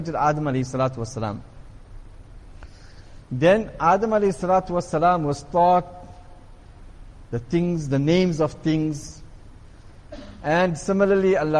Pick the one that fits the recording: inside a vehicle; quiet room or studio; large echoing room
large echoing room